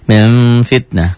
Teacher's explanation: bila nun mati atau tanwin bertemu dengan fa, hanya satu fa ini dalam huruf ikhfa yang 15 ini, bunyinya berubah menjadi m, akan tetapi mulut tidak tertutup rapat. Jadi sama seperti mengucapkan ikhfa sapawi.